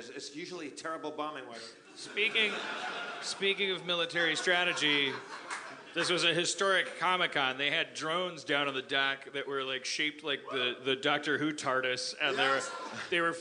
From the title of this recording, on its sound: LIVE from The Tin Roof in San Diego 2015